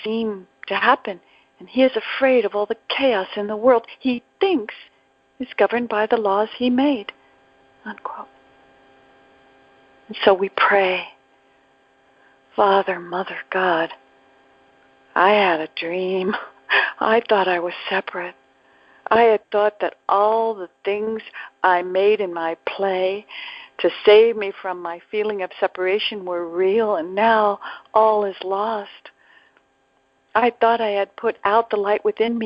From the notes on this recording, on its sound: ACIM Daily TEXT Conference Call.